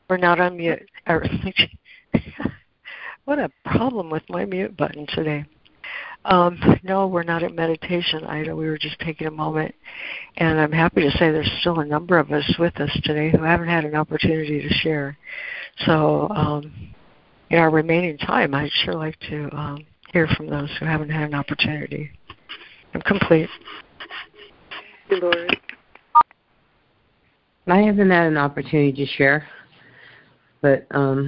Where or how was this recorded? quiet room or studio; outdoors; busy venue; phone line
phone line